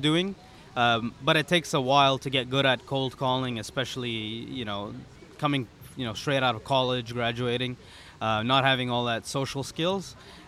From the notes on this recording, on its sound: In this episode of The Change Officer podcast recorded at the Step Conference in Dubai.